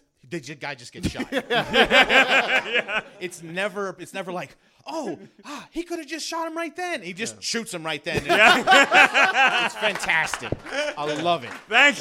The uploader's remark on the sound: Our first live podcast